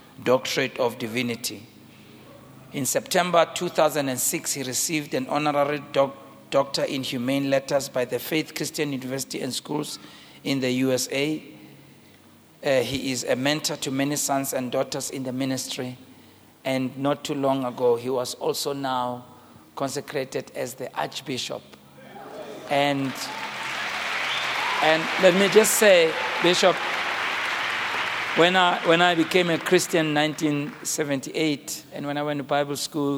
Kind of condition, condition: setting, live audience